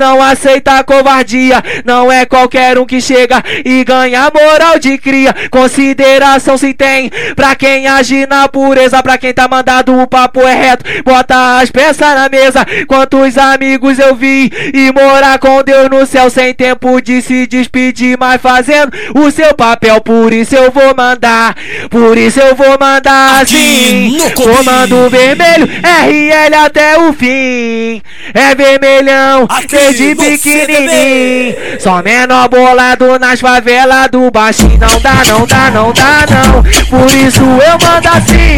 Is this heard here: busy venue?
yes